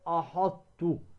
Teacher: بقيت صفة الطاء مع أن أدغمناها لكن بقيت صفتها وهي الاستعلاء · Term: إدغام ناقص